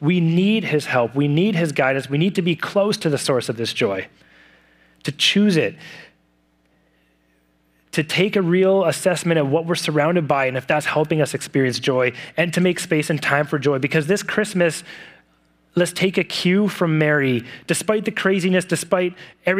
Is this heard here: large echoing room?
yes